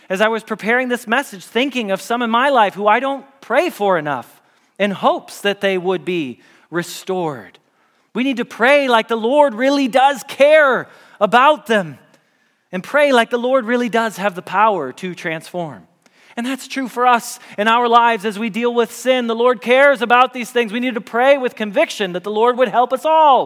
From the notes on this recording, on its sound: Message Preached at Valley Creek Church